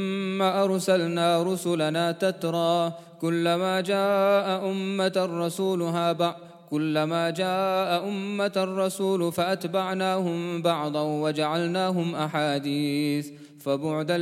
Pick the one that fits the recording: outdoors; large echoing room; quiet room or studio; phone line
large echoing room